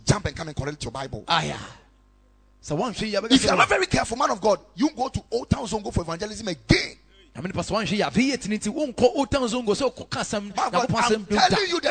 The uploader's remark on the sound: Preached at Ekklesia Chapel